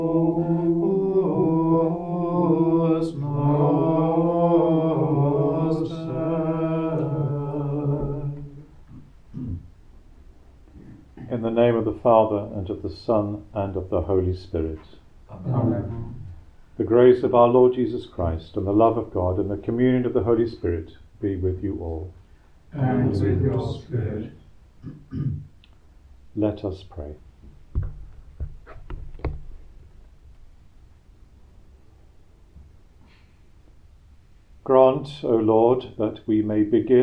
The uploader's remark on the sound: Recorded live at Southgate House on 14 February 2024.